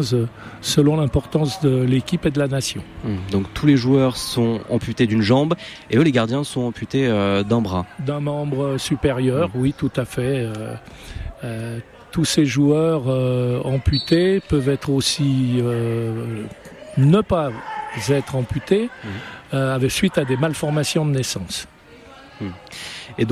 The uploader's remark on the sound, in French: En direct de la Ligue des Nations de foot pour amputés en Haute-Savoie